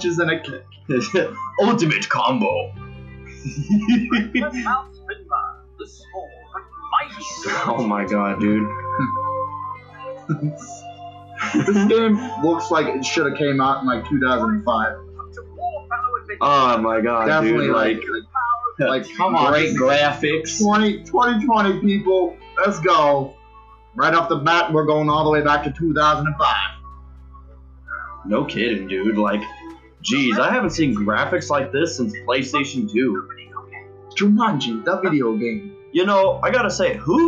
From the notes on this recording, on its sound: Audio was [very] rough but we're not quite perfected on the audio tech yet so we're planning to improve!